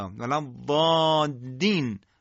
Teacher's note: الذین مثلا میشه الددین، و یا مثلا ولا ضالین لام رو انقدر با شدت ادا میکنن که تبدیل به دال میشه حتی ولا ضادین، و این غلطه.